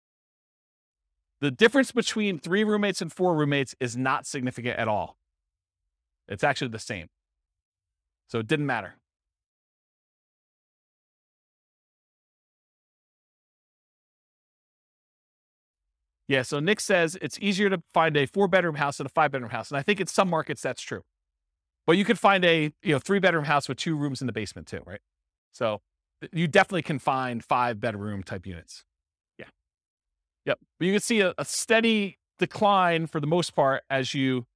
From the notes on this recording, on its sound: This was a live class recorded